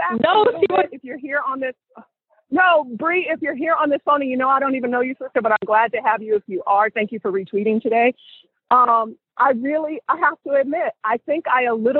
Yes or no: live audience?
no